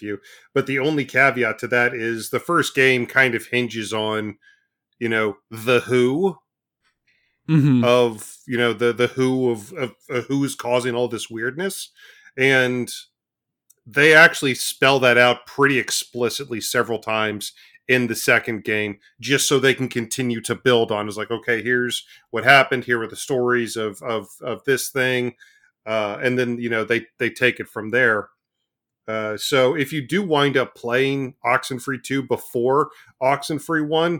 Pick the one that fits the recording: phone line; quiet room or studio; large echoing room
quiet room or studio